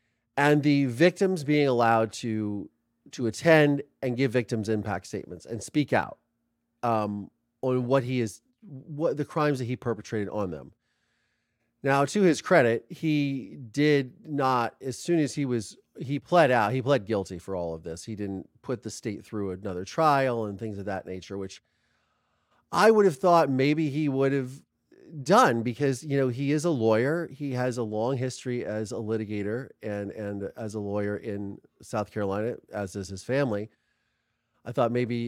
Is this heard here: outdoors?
no